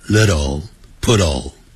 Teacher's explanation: Poodle 跟 Little 这个舌尖都要抵上去，抵到上唇的上嘴唇的后边那个地方，牙龈那个地方， LittlePoodle。